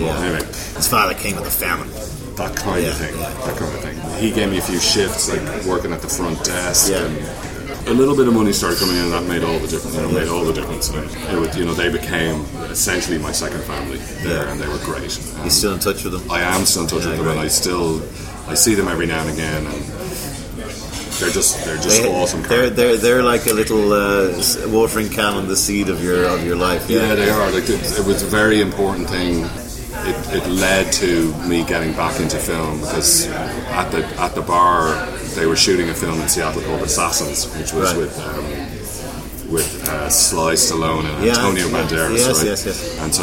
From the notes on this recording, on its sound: Recorded: A noisy wine bar in Cannes